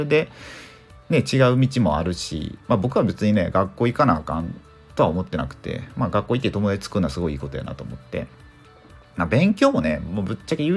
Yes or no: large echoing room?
no